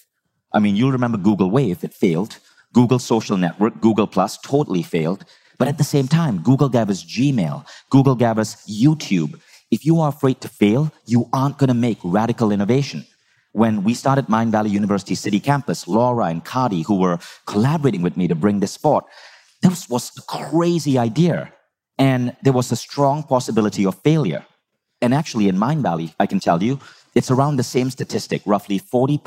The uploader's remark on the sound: Live from Bali's A-Fest stage